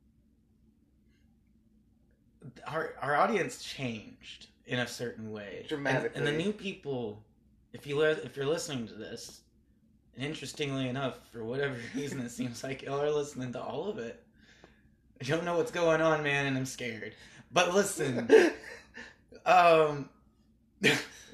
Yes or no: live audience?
no